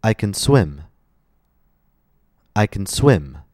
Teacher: Notice how the word swim is stressed the most. The vowel in swim is long. Notice how my voice also rises in intonation. · When a native speaker uses can, C-A-N, in the affirmative, the stress falls on the main verb. · Term: word stress